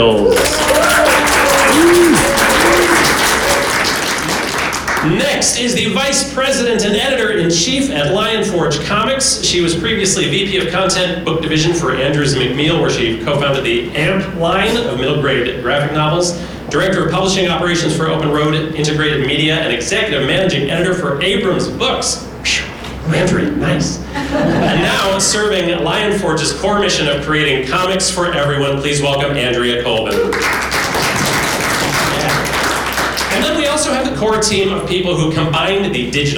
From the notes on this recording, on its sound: panel from New York Comic Con